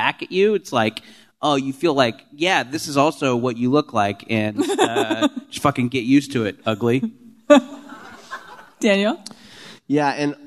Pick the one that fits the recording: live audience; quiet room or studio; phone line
live audience